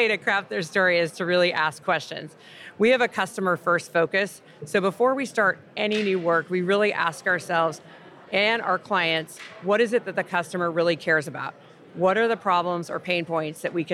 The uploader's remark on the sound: From the show floor at #B2BSMX.